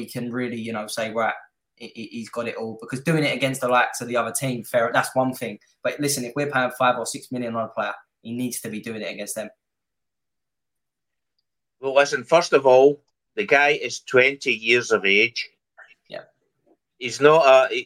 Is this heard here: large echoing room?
no